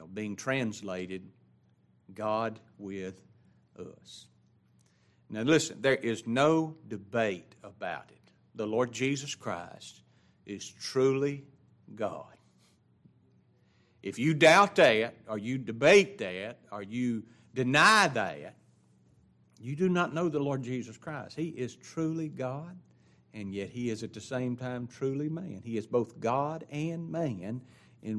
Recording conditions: large echoing room